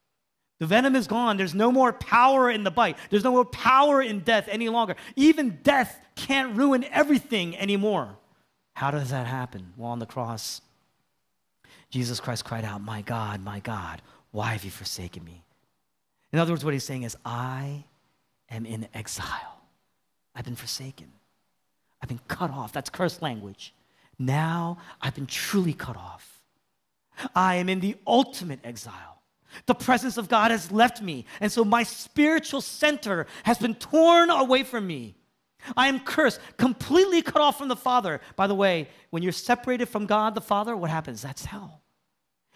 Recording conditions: large echoing room